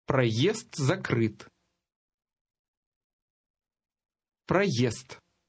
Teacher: The fast D at the end of the first word will almost have a T sound.